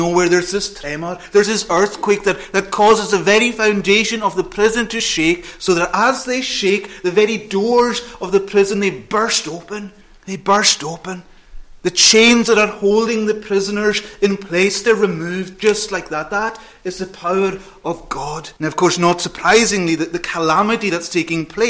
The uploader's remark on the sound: Sunday Evening Thanksgiving Service. Recorded at North Harris Free Church on the evening of Sunday 17th September 2022.